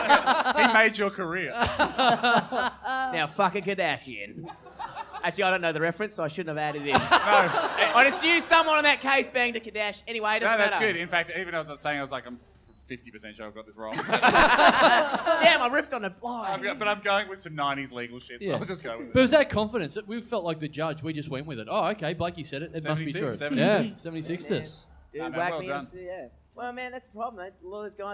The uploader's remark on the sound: It's another classic two beer podcast LIVE from the European Bier Cafe.